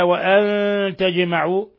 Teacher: بل هو من أشد حالات الإظهار الشفوي قوله تعالى وأن تجمعوا نون ساكنة جاء بعدها التاء إخفاء حقيقي ولا يخفى قلقلة الجيم لسكونها لأنها من حروف قطب جد وأن